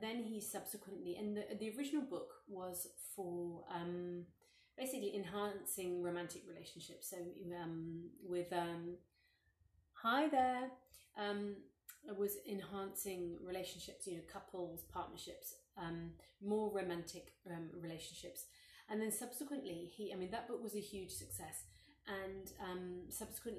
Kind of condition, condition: fault, phone or laptop microphone